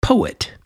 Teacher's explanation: you have the emphasis on the po and uh, a de emphasis, you could say, or a falling away of the et, poet. Almost like et is an afterthought. · Term: trochee